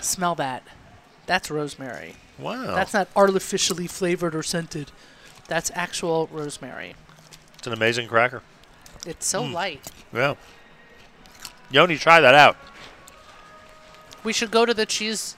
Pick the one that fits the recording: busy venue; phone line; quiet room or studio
busy venue